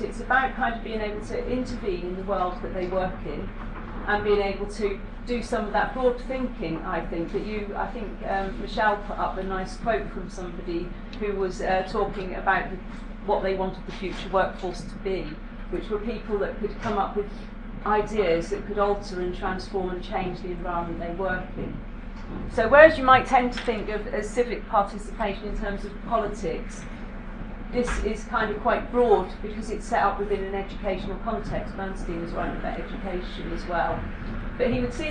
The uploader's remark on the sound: Speak at the SRHE Postgraduate Issues and Student Experience Networks event - Postgraduate Taught Student Experience, Employability and Support.